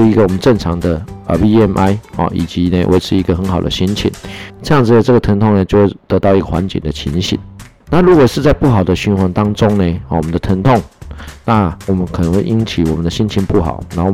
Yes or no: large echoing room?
no